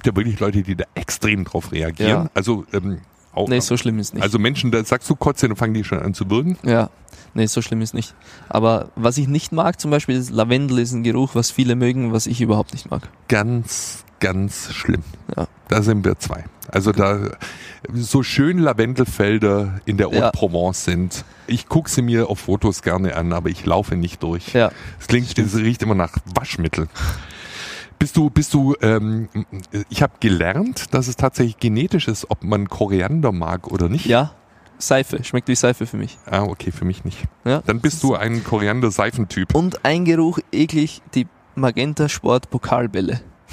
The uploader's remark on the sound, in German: Talk auf dem Conference Deck Im Orange Campus